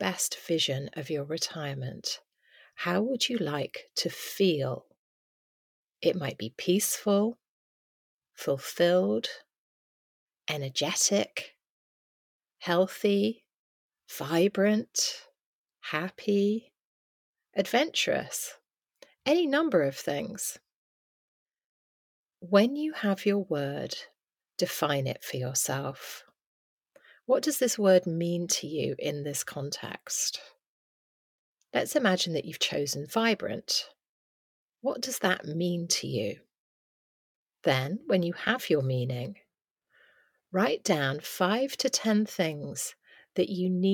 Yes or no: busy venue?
no